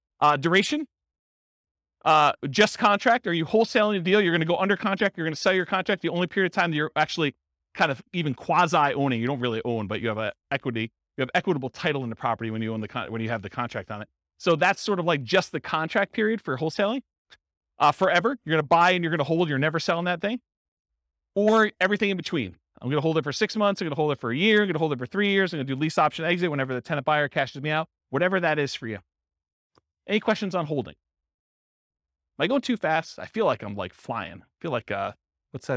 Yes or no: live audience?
yes